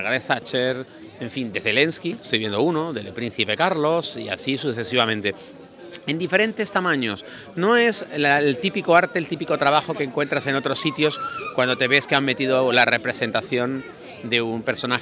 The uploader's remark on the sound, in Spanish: me acompañen en vivo durante un paseo por la calle de los percebes de Nápoles